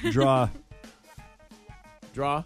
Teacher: That is a New York thing, and I recently realized that was a New York thing. You didn't even put the R on it.